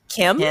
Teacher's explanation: If your intonation doesn't go upward when they say it, then that's insulting. · Term: uptone